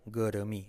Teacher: la T como R suave, semiclave, good to me, la U como O, semiclave, good to me.